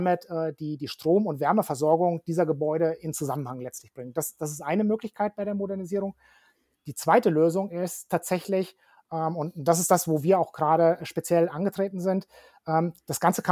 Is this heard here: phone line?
no